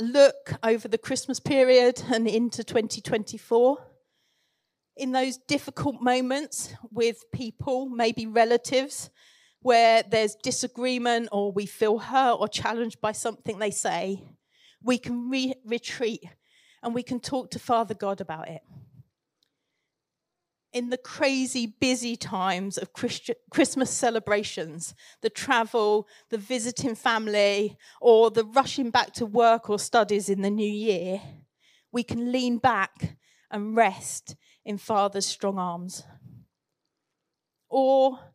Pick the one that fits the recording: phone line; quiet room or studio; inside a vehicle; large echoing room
large echoing room